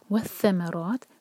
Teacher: ثا کو ثا پڑھیں یہاں پر سین کی آواز نہیں آنی چاہیے والثمرات ث اور ما لائٹ اور را منہ بھر کر ہیوی